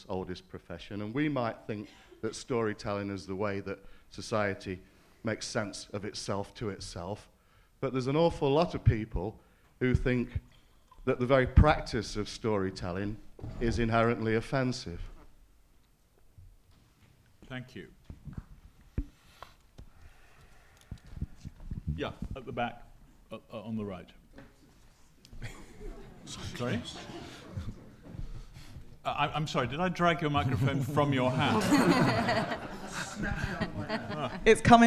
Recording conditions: live audience